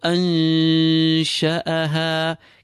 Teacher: This is obviously the rule of ikhfa. We pull the noon sakina, and whilst pulling it, prepare our mouths for the sheen that follows